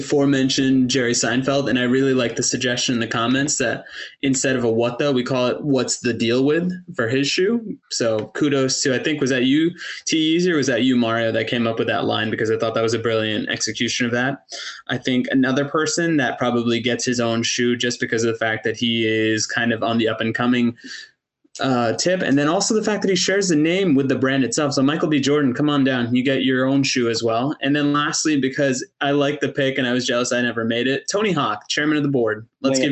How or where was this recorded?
video call